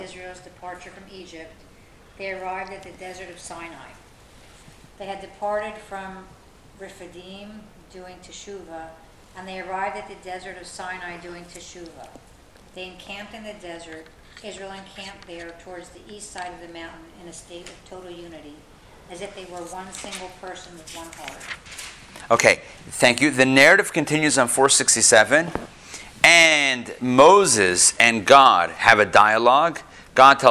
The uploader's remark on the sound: Recorded live in Atlanta